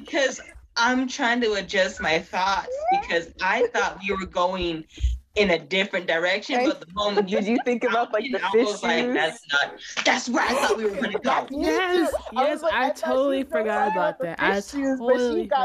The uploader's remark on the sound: Sorry the Audio is messed up this episode